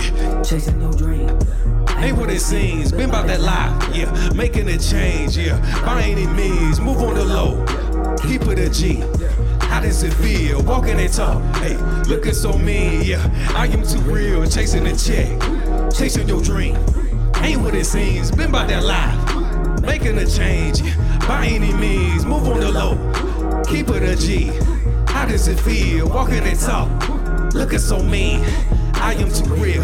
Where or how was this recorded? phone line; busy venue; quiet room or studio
busy venue